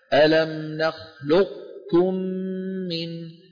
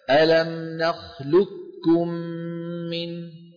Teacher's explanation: أبقوا صفة الاستعلاء، فيقولون هكذا، يطبقون على قاف غير مقلقلة ويباعدون على كاف · Shown in: first take